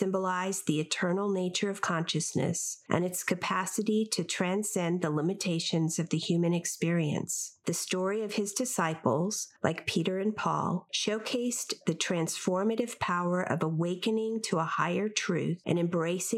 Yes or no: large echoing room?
no